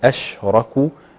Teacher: نخلص المفخم من المرقق، والراء مفخمة والكاف مرققة